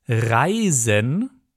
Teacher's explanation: Es gibt Reisen mit stimmhaftem S, also sich für längere Zeit von einem Ort zum anderen bewegen.